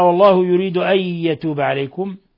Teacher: نون ساكنة جاء بعدها الياء، الحكم التجويدي إضغام بغنة